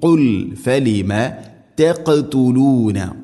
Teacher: ഖാഫിനെ ഖൽഖല ചെയ്യണം, അഥവാ ശരിക്കും കേൾക്കണം.